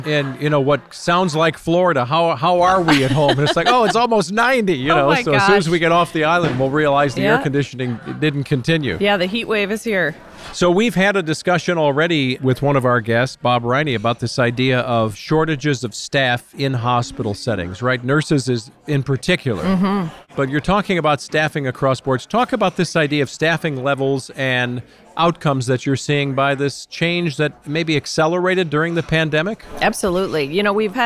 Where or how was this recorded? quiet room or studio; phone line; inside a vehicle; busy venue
busy venue